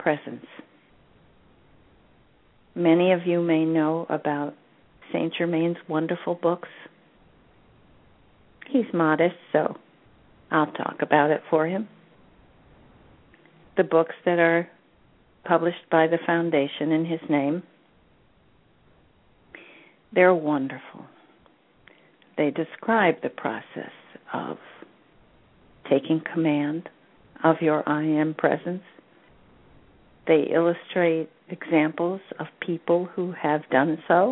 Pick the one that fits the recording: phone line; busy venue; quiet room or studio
phone line